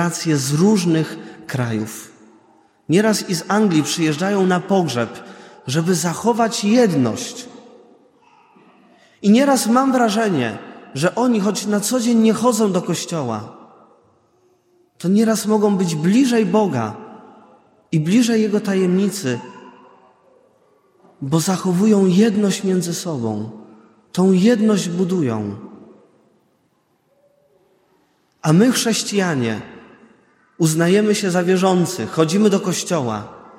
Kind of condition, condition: setting, large echoing room